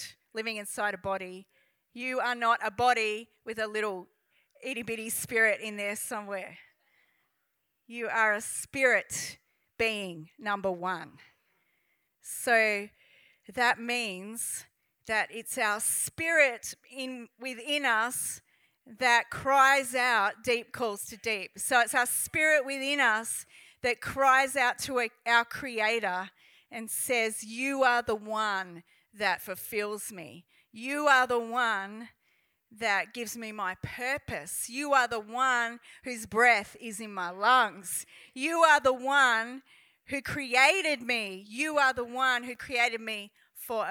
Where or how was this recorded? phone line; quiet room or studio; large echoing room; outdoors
large echoing room